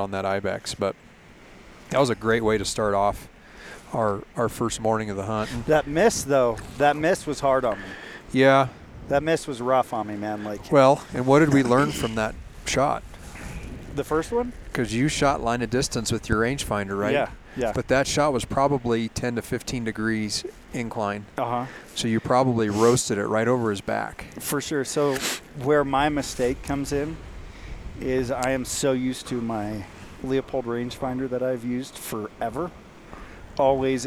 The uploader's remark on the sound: Live From Camp Ibex